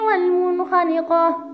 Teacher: أتى حرف الخاء بعد النون الساكنة في نفس الكلمة ونطقنا بالنون الساكنة ظاهرة · Term: الإظهار